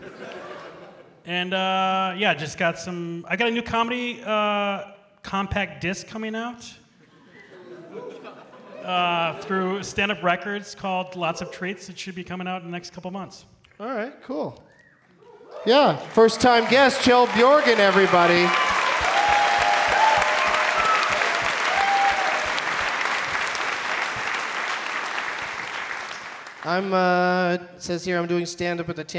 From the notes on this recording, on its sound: Live from the Woman's Club of Minneapolis